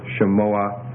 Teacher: of course with the patak furtive there in the third guttural position